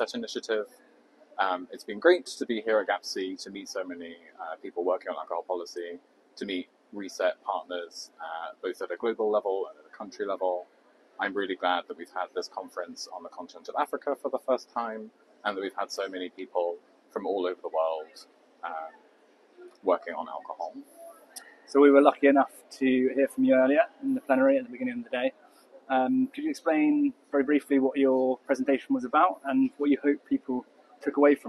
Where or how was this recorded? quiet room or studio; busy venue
busy venue